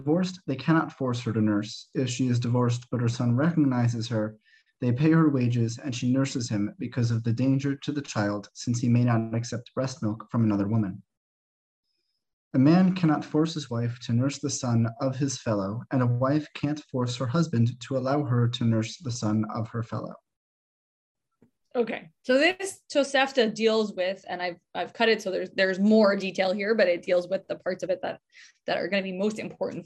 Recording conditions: video call